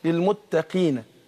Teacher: القاف مكسورة يبقى ايه هتاخد أدنى درجات التفخيم، هقول إن للمتقين مفازا، ما اقولش للمتقين متقين دي، لا للمتقين.